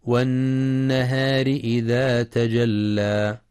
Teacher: وينتبه لغنة النون المشددة في والنهار فهي أكمل ما تكون